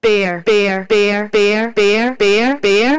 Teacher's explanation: la prosodie change et vous pouvez voir qu'on passe d'une affirmation à une question